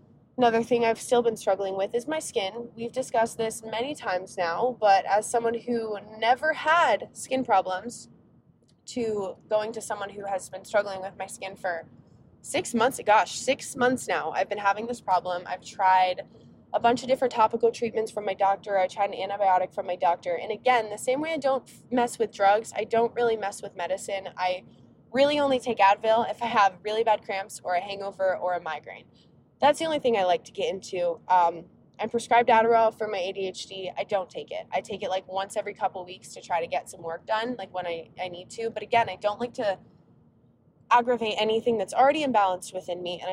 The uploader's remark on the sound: We are keeping today’s episode super casual as I record the podcast while on a 5 hour roadtrip!